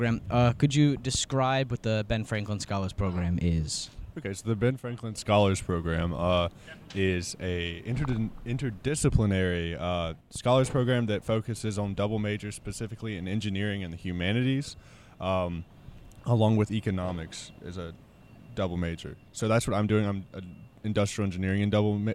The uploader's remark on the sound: Episode 9 takes the listeners outside of the studio and into the heart of NC State’s campus: the Brickyard. Offering passing students an opportunity practice their “freedom of speech” and participate in the episode.